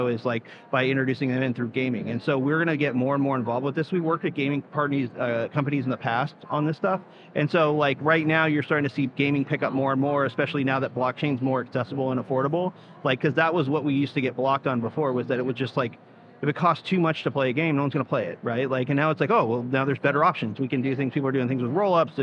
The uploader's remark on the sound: Live from Consensus 2023